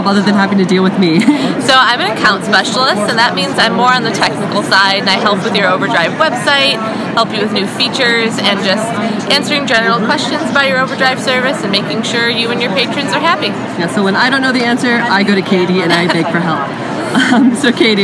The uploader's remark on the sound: While at the 2017 Texas Library Association Conference. Her adventures on the TLA floor.